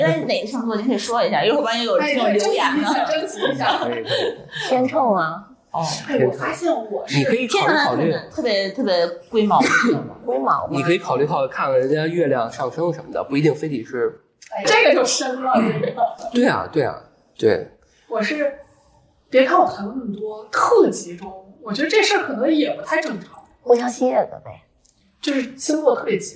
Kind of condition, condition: fault, background noise